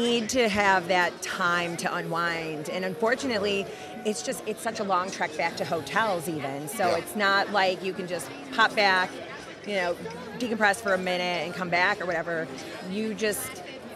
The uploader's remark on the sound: If it sounds a bit different, it is because this episode was recorded right on the show floor of InfoComm 2023. HETMA had their own booth, and even a setup to record shows!